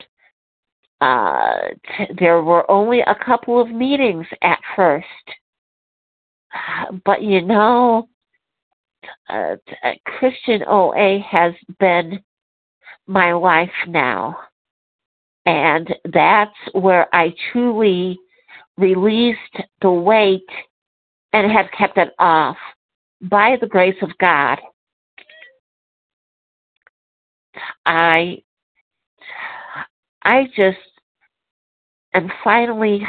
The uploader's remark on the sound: 100 Pounders Phone Meeting.